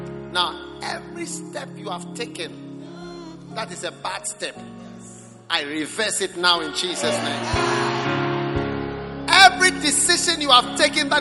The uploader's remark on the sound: Preached at the Prophetic Encounter Service.